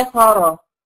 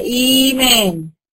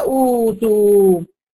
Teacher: عشان كده اسمه بدل. أبدلت الهمزة الثانية الساكنة إلى حرف مد مجانس أو مناسب لحركة الهمزة الأولى اللي هي المتحركة · Term: البدل